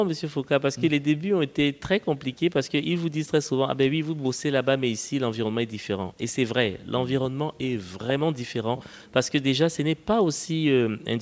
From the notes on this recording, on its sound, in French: Un débat enregistré à Abidjan à l’occasion du Cyber Africa Forum . Un débat enregistré à Abidjan à l’occasion du Cyber Africa Forum .